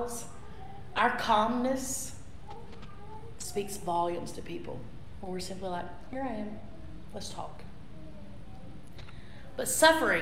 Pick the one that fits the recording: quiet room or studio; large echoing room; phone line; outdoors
large echoing room